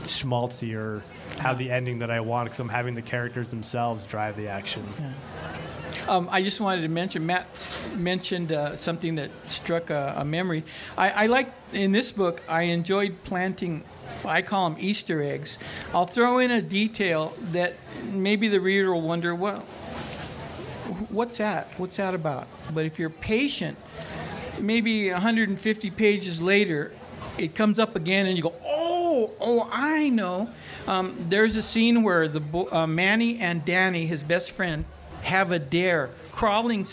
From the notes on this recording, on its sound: 30 Minutes features a session from the 2019 Festival of Books curated by Pima County Public Library’s Nuestras Raices program.